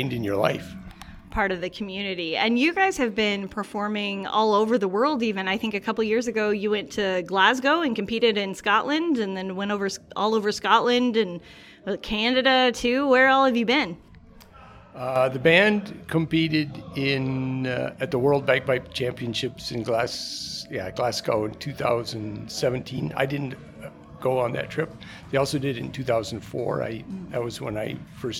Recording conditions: busy venue